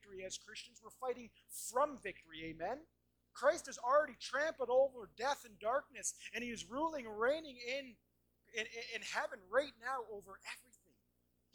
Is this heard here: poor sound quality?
yes